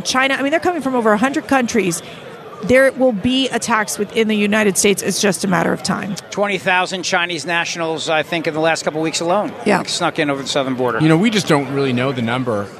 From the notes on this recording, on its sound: broadcasting live from CPAC in Washington D.